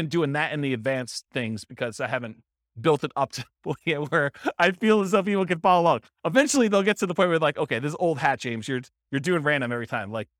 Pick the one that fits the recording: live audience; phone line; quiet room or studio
live audience